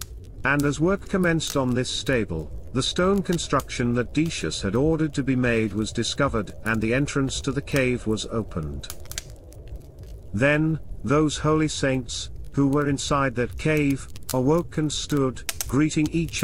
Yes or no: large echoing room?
no